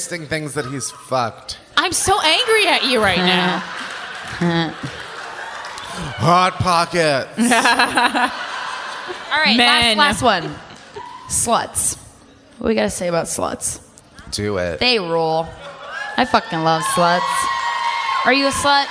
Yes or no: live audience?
yes